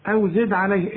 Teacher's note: أو زد علي، هنا بقى الواو عليها السكون، أو دي أو زد عليه، الدال قلقلها عند الوقف وعند الوصل